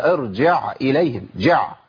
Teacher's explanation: الهمزه حرف فيه شده وفيه جهر، انقطاع صوت ونفس، خد بالك ما توصلش العين الى الهمزه، ما اقولش ارجع اليهم، ارجع اليهم، ارجع اليهم، هي ارجع اليهم، جع.